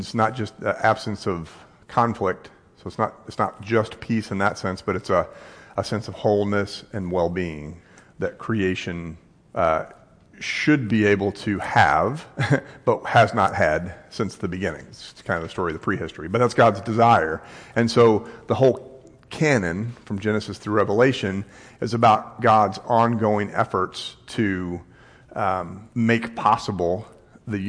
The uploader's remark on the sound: This podcast is a recorded version of a live class here at Christ United. Live on Sundays at 3101 Coit Road, Plano, TX.